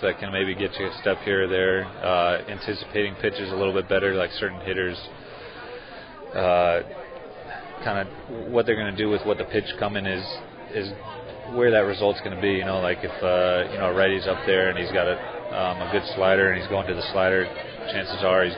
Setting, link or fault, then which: setting, busy venue